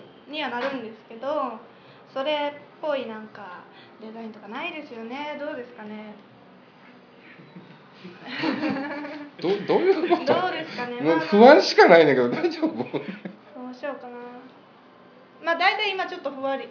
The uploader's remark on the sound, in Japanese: 鹿児島公開収録第一弾！！思ったよりもお客様にたくさんきていただきまして楽しいイベントになりました。